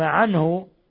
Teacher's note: نون ساكنة جاء بعدها الهاء إظهار حلقي